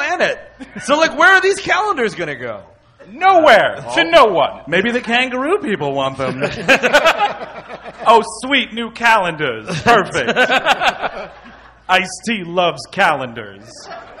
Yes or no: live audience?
yes